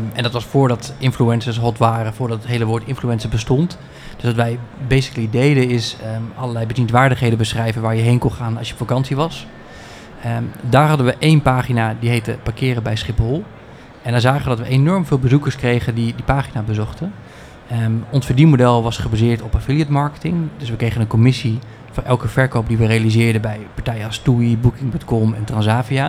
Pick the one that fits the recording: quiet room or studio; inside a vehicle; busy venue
busy venue